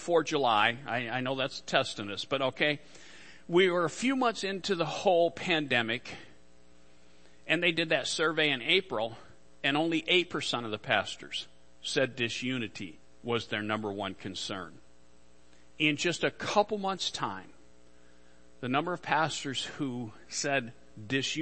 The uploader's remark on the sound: Worship Service - Audio